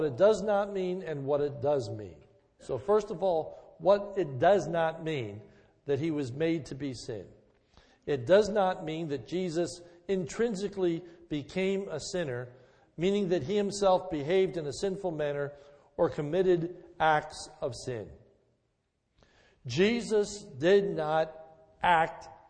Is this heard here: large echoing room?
yes